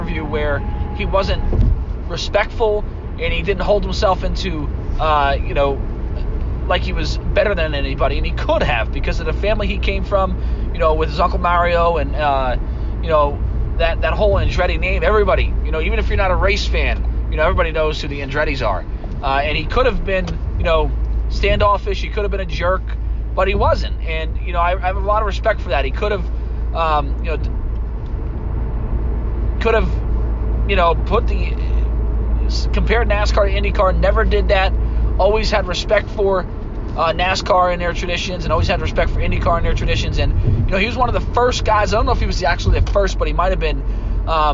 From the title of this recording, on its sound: in the Car